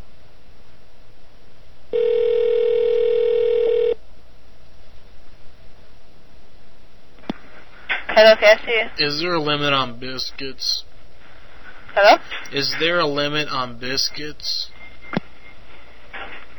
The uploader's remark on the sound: Prank Phone Calls